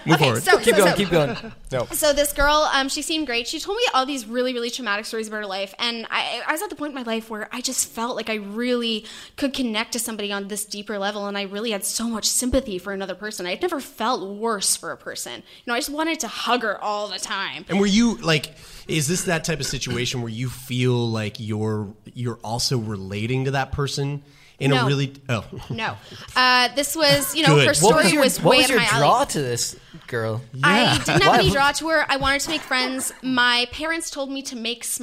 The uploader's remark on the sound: Live From Neptune Theatre. In front of a live studio audience!